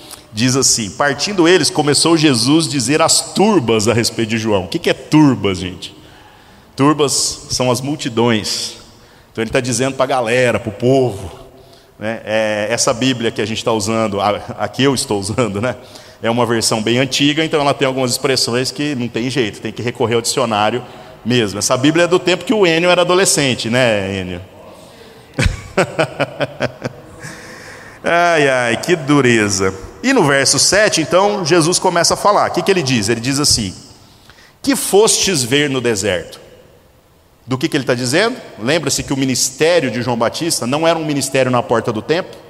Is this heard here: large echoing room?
yes